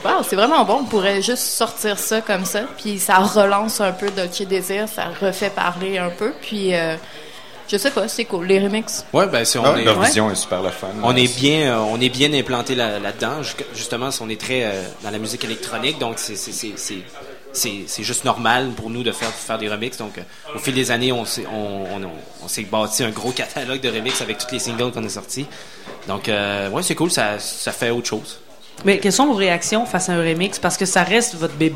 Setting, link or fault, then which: setting, busy venue